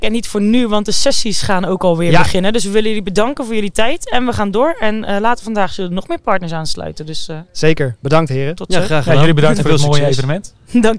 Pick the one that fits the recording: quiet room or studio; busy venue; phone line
busy venue